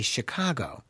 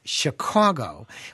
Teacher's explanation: We pronounce it Chicago, which is more of an aw sound versus an ah sound. · Shown in: second take